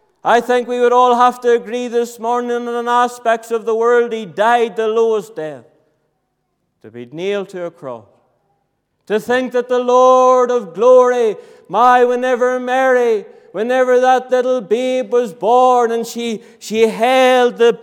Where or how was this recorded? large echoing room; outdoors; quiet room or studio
large echoing room